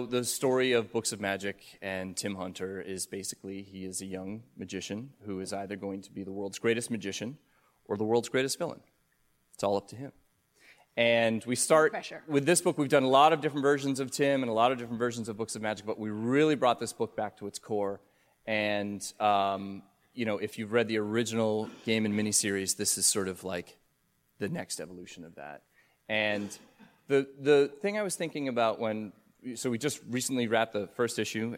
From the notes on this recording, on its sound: DC Vertigo Panel (New York Comic Con 2018). Recorded October 5, 2018 at New York Comic Con.